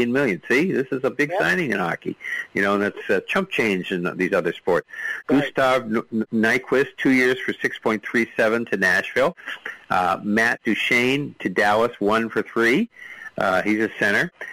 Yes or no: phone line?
yes